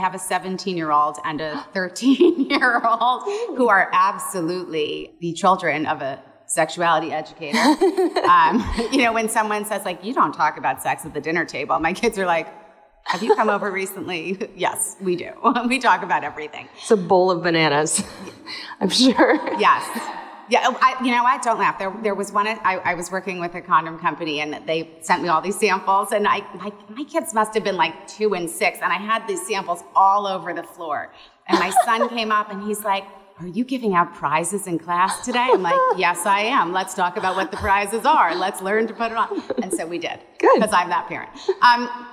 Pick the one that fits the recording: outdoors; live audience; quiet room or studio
live audience